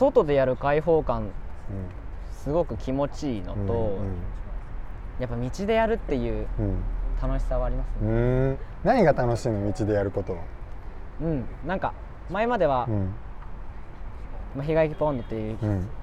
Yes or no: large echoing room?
no